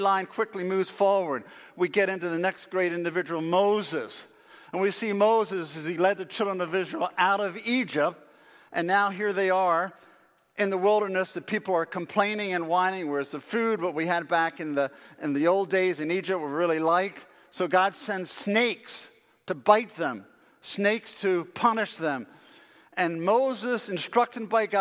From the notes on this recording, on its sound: Faith Baptist Church in Hamilton, NJ.